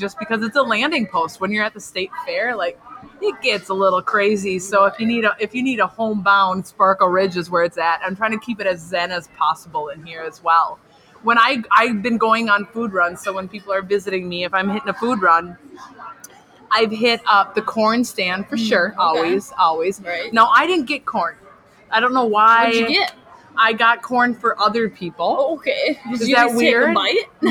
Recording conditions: busy venue